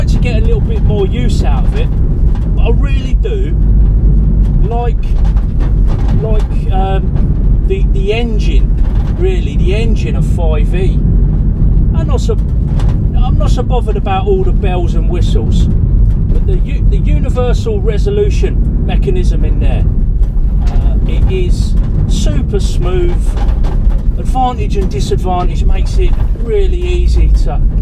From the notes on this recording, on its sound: A fleeting episode, the audio is poor so I'm taking it down next week.